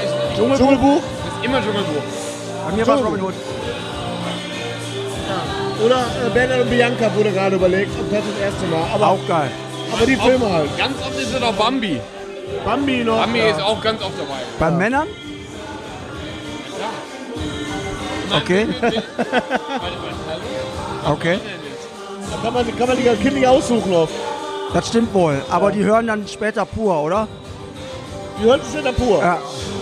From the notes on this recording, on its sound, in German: Wir haben Ausschnitte von der BluRay ReleaseParty